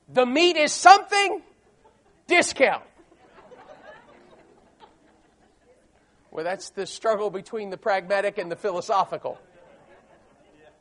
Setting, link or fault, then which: setting, large echoing room